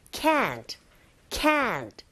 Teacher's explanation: 그래서 강세를 받기 때문에 우리가 can't의 t 사운드가 잘 안 들린다 하더라도 can't, can't 이렇게 길게 발음하게 되죠